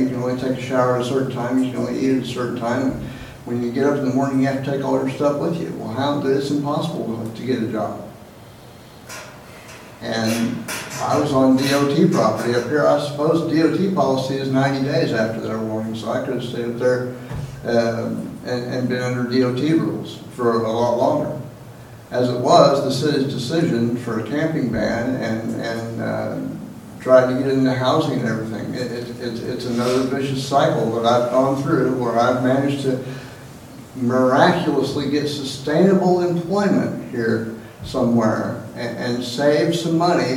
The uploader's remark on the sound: Live Recording of Astoria City Council, 11/5/18.